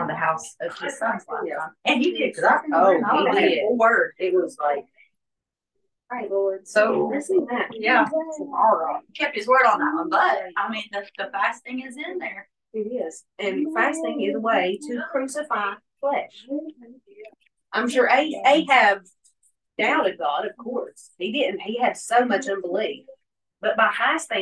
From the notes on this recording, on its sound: hosts a Bible study via zoom.